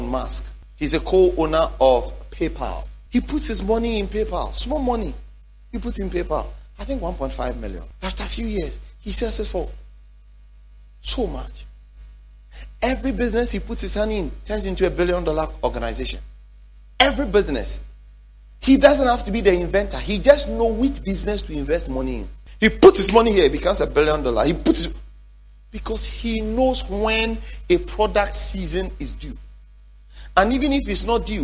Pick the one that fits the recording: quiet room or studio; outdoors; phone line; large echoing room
large echoing room